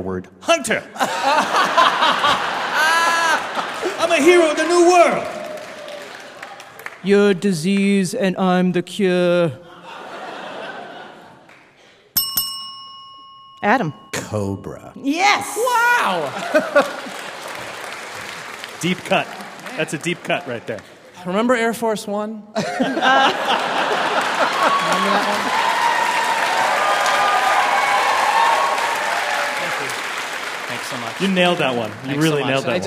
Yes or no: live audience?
yes